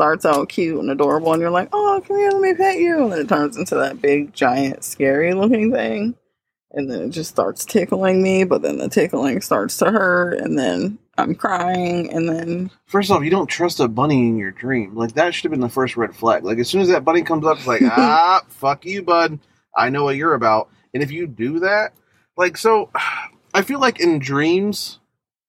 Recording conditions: inside a vehicle